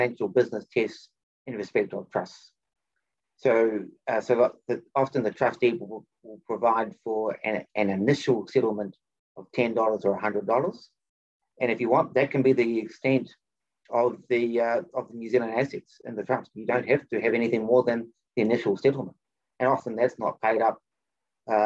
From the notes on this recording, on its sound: For those joining us on Zoom